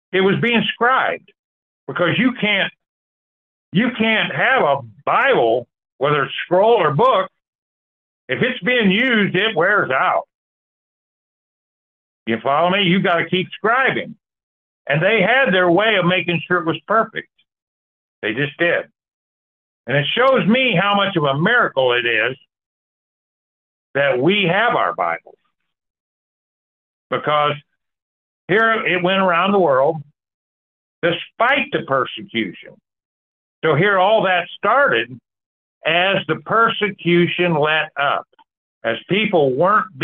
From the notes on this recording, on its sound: Call In Bible Study